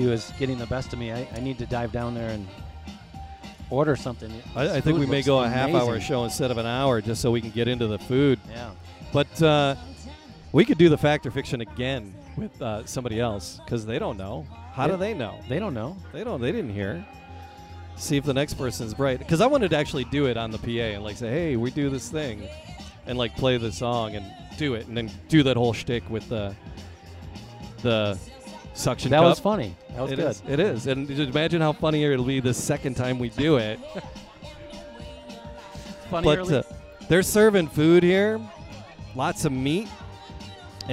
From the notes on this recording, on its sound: Animal Talk Live At A Porch Party. Live at M-Brew in Ferndale.